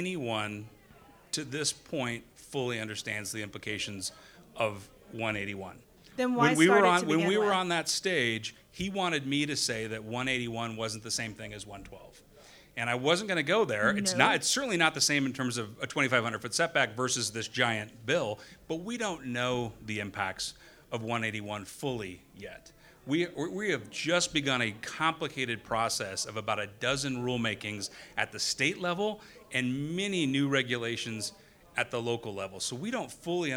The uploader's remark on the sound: OUR VERY FIRST LIVE HAPPY HOUR.